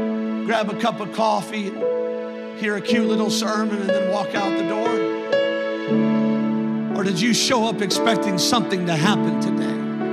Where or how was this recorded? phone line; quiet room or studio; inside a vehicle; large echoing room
large echoing room